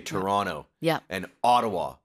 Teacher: so we don't pronounce the last T